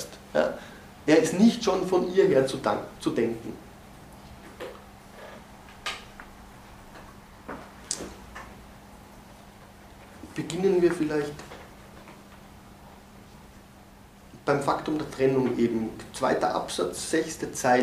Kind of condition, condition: setting, large echoing room